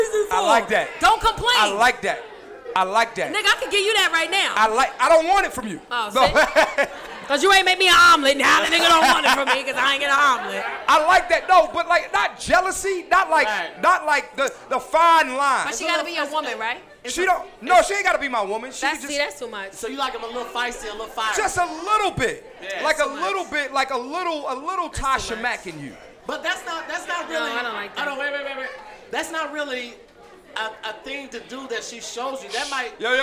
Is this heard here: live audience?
yes